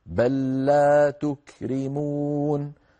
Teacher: نعود إلى اللوحة، بل لا تكرمون، أيضا بل لا هنا أدغمنا اللام الساكنة في اللام المتحركة فصارت لاما واحدة مشددة · Term: إدغام